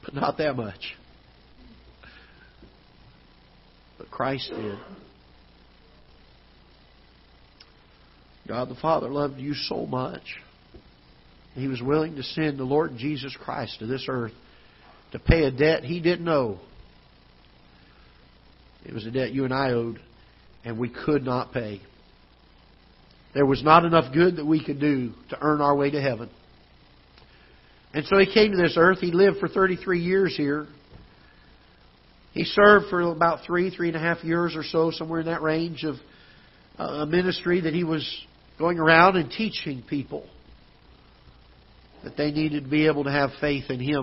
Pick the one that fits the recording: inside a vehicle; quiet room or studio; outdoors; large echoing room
large echoing room